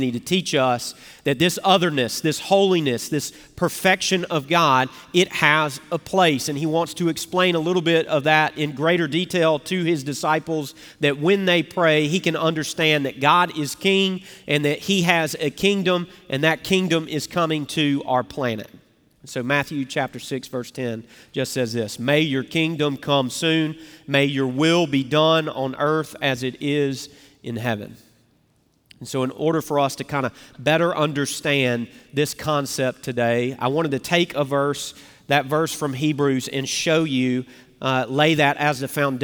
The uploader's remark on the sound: Recorded Live at Brookwood Church on 10.29.2023